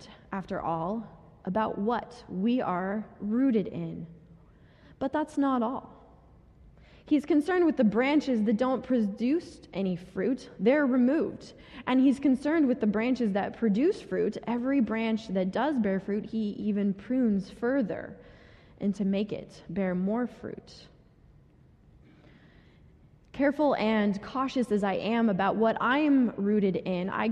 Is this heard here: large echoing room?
yes